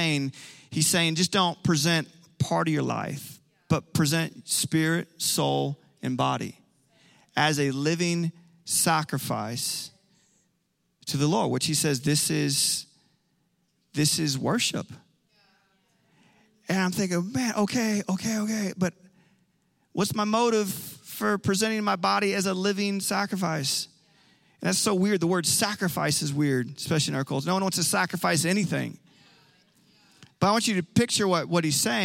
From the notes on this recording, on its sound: Recorded live on 11/14/21.